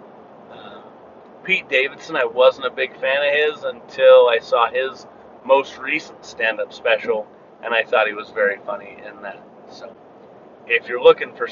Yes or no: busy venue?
no